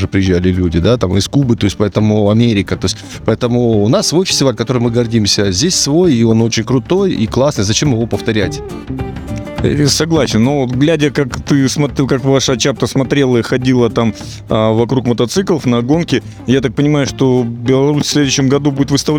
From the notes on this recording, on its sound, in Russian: Интервью с фестиваля H.O.G. Winter Challendge «Ural Ice 2023». Записано в полевых условиях в городе Екатеринбург.